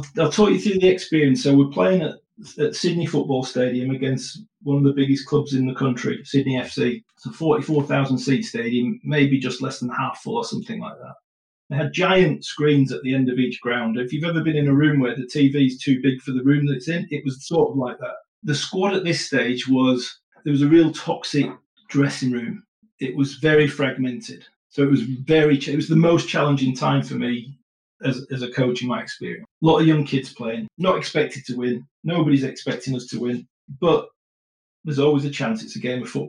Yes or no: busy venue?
no